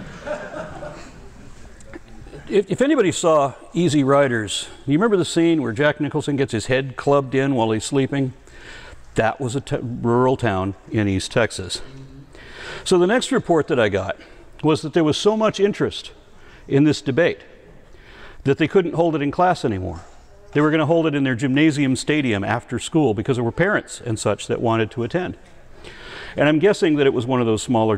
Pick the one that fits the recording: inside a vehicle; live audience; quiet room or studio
live audience